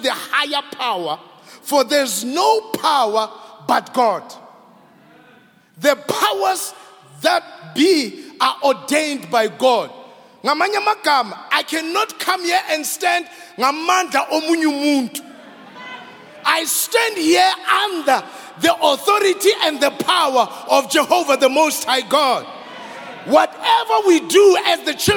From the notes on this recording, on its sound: Preached at Grace Bible Church Pimville on the 24th of April 2022 at the 7am Service.